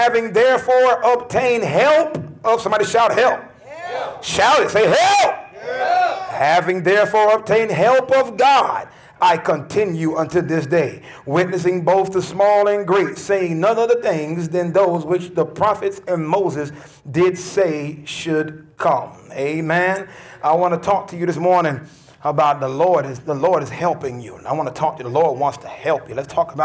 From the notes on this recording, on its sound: This podcast has been recorded at Lively Stone Temple Columbia which is located at 51 Berkshire Dr. Columbia, SC 29223.